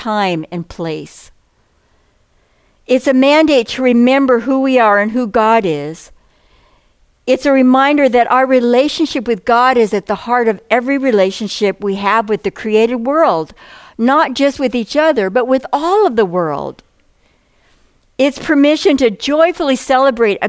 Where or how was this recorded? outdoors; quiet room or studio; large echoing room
large echoing room